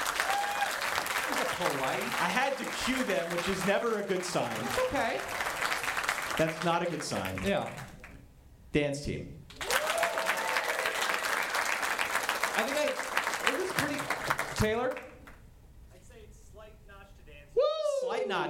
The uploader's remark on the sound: For two live shows and two nights of drafting. This audio is an edited version combining both live shows into one episode.